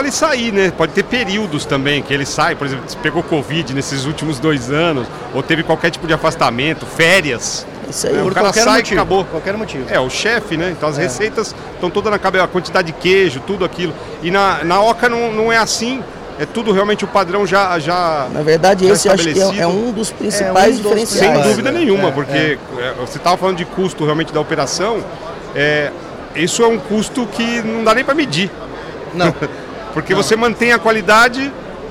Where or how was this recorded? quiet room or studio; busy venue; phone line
busy venue